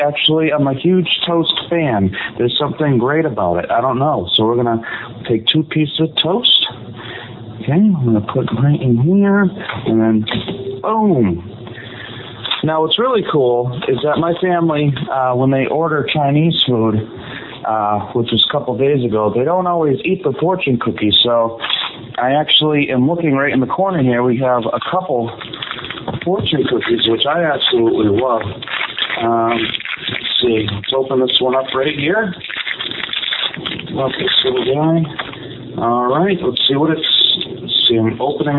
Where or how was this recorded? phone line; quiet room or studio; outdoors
phone line